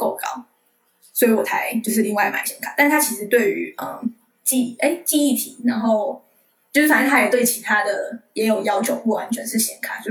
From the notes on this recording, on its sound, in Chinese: 由於線上軟體收音問題，音質與前幾集有所落差。